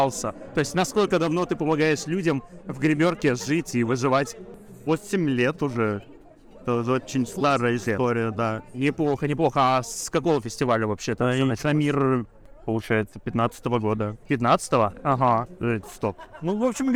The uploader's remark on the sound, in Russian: в выездном выпуске с Bubble Comics Con 2021